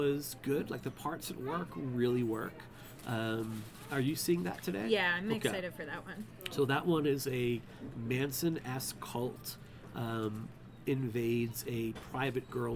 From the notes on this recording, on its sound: Dispatches From TELLURIDE HORROR SHOW. We snagged some coffee and breakfast burritos while taking in the mountain air.